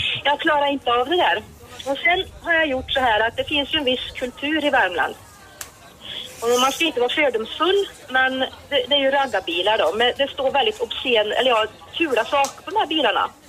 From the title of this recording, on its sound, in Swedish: Live från Liseberg